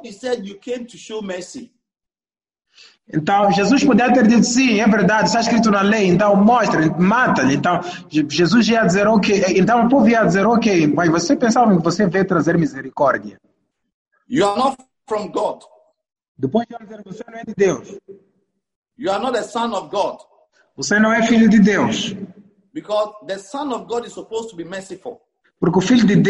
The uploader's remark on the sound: ZOOM CAMPUS SERVICE.